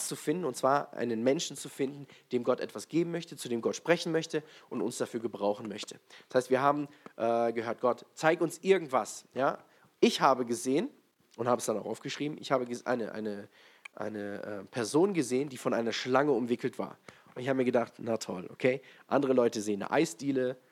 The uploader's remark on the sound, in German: in der Gemeinde Kaleo Schopfheim aufgenommen.